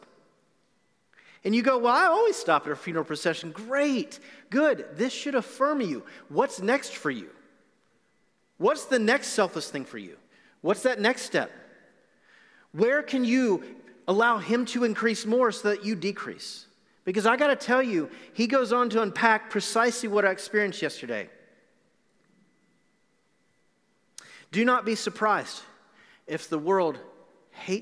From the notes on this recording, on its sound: Recorded live on November 1, 2020 at The Fellowship in Nashville.